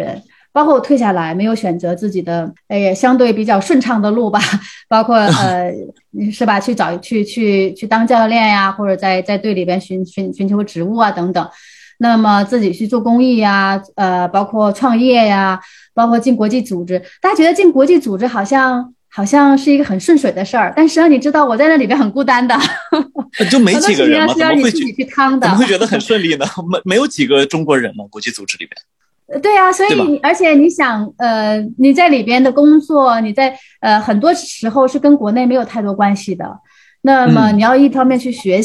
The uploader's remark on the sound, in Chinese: 本期节目的录制是用某会议软件录制的，音质不会像使用专业的设备那样清晰。